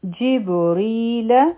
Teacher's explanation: جب او ری حرفی مده دی، را به نری وایو دلته ځکه چې کسره ده تیلاندې، لام به نه راکاږو.